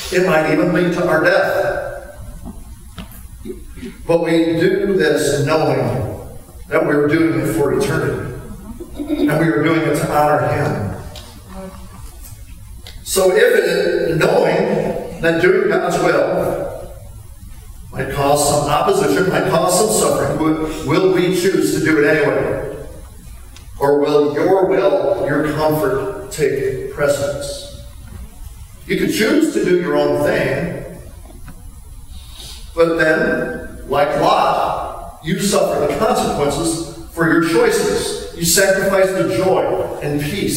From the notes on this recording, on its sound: We apologize for the bad sound quality on this recording.